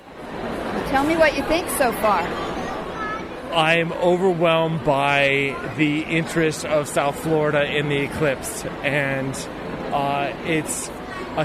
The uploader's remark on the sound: The weather threw our program slightly off course. We share our field recordings and interviews from August 21, 2017, when thousands of people came together to experience the solar event at Miami's Frost Museum of Science.